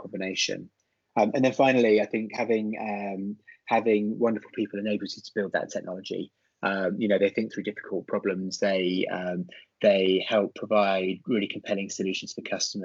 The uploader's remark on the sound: is joined on Skype